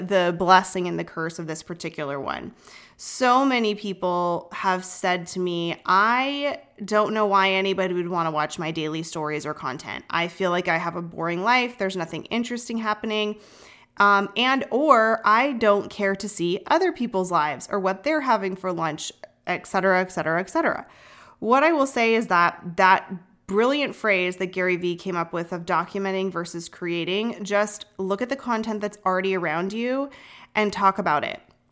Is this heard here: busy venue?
no